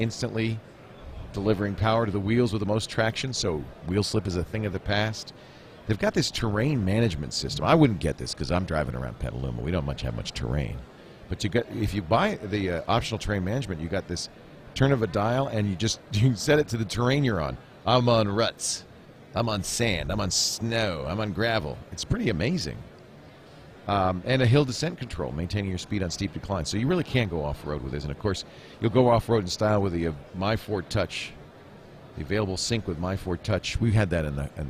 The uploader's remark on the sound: Live From NAB